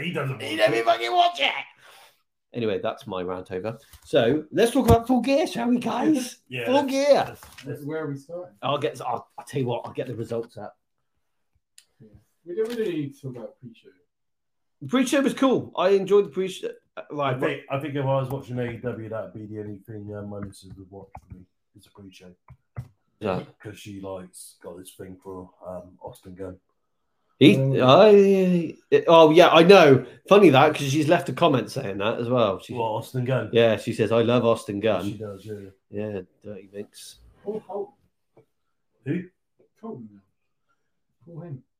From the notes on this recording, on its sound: Please excuse the audio issue. The damn computer decided to disconnect from the microphones!